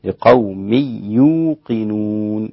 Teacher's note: الإدغام هنا يكون بدون غنة للإمام خلف